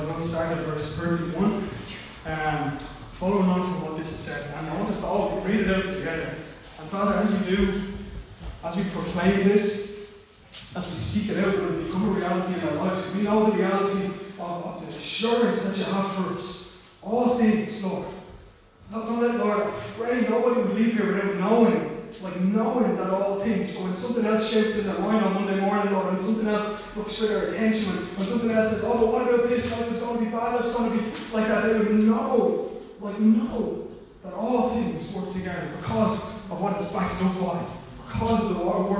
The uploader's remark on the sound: Recorded live at Liberty Church on 5th July 2020